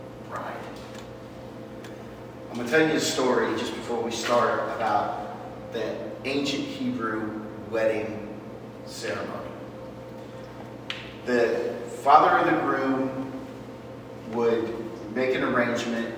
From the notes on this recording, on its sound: This is a recording of a Men's event we did before Christmas 2023. The Audio is not our highest quality.